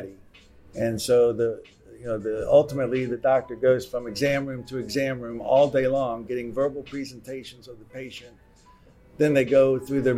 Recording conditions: busy venue